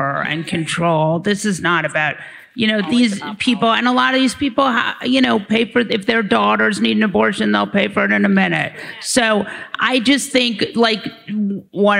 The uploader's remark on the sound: Live from this year's Texas Tribune Fest, we present a recording from a forum.